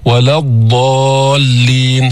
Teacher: امتداد الصوت في الضاد من أول إحدى حافتي اللسان إلى آخرها · Term: استطالة الضاد